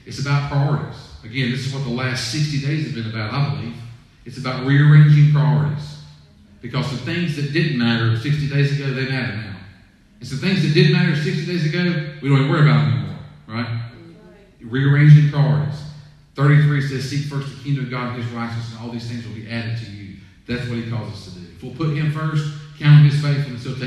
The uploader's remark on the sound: Sermon audio from 5/31/20 weekend worship service.